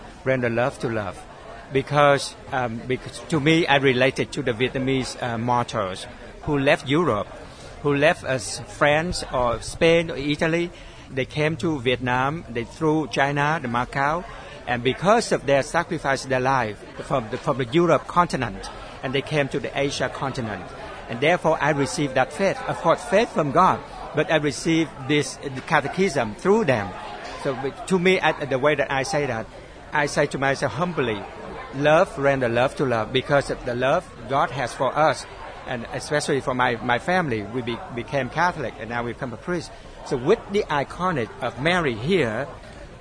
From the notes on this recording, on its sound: MEDIA DAY AT OUR LADY OF LA VANG SHRINE. We’re going to leave our broadcast facility in the Tower of Hope and take our mobile studio outdoors. Recently joined in the outdoor festivities at Christ Cathedral for media day.